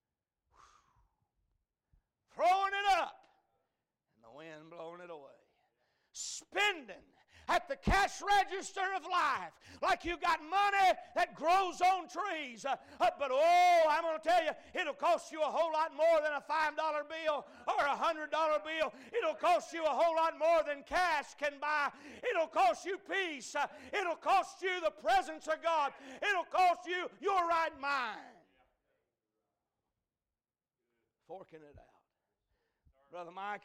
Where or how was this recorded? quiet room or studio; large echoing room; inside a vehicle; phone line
large echoing room